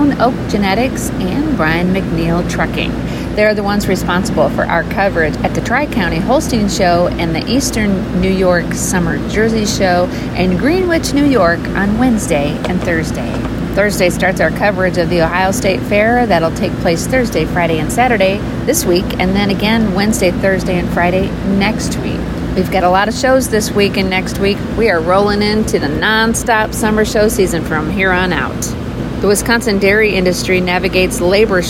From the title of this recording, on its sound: WE are LIVE at the Elkhart County Fair